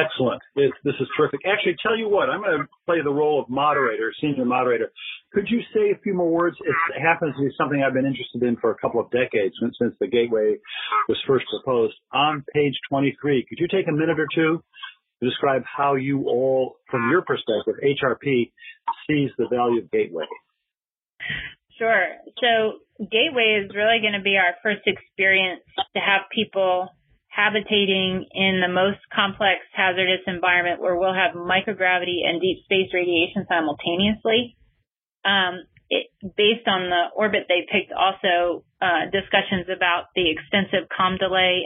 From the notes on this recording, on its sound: This talk was featured on the August 14 Future In-Space Operations weekly teleconference.